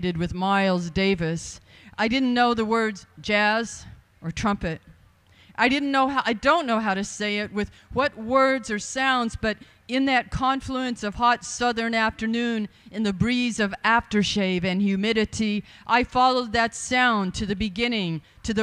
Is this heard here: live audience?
yes